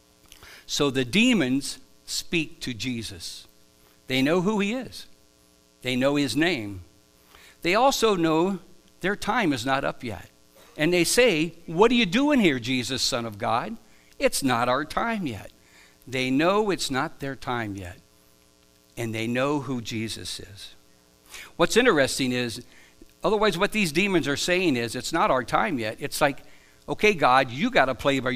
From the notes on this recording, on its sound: Live from The Summit Church in Dover, OH